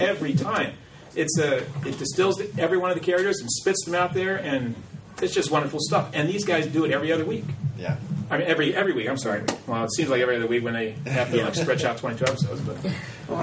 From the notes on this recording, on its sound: (A Farpoint 21 Panel)